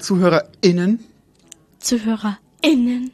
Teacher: Liebe ZuhörerInnen mit dem gutturalen Glottisschlag